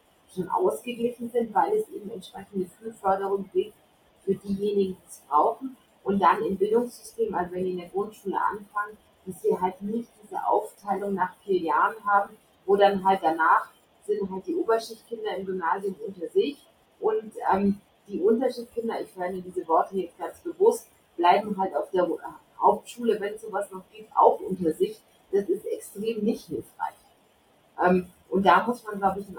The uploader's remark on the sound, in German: Leider hat das Audio nicht so mitgespielt; ich bitte, die schlechte Qualität zu entschuldigen.